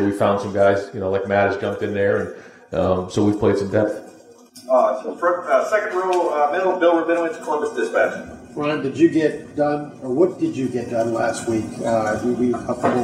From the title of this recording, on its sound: press conference